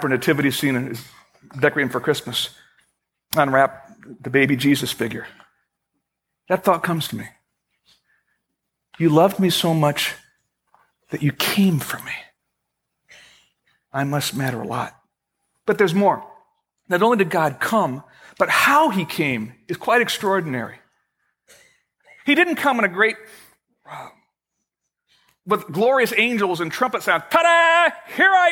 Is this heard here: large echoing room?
yes